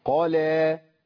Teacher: هنا القاف مفخمه واللام مرققه